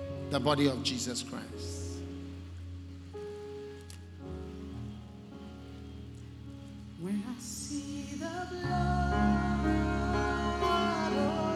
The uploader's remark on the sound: Preached at The Attempt Great Things For God Service, First Love Center. Accra.